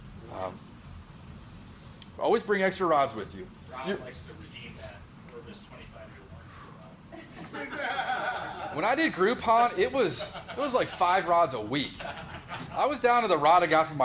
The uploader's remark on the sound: Gave a presentation at the Orvis store in Tysons, Virginia. This is the audio from the presentation.